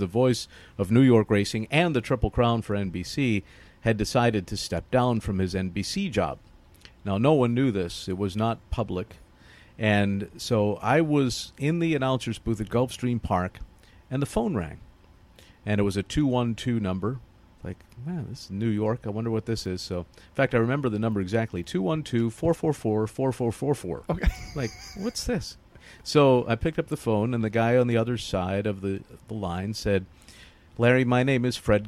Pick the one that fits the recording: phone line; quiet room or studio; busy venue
busy venue